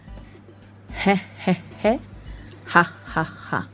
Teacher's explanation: as you can feel in the throat, it's this soft passage of air